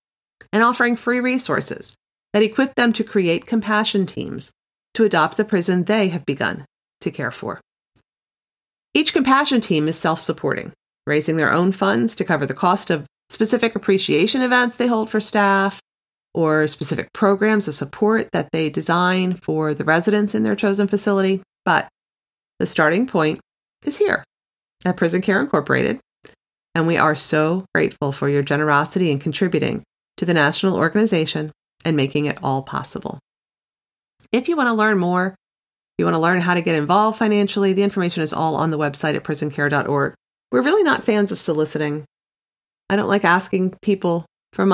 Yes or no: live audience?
no